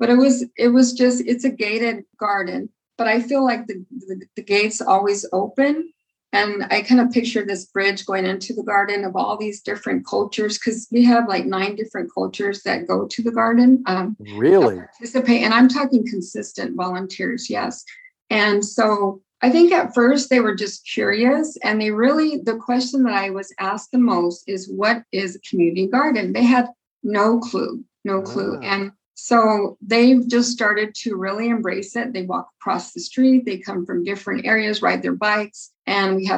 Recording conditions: video call